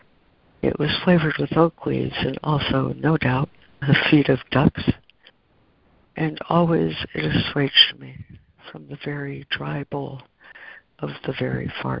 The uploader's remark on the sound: ACIM Daily Conference Call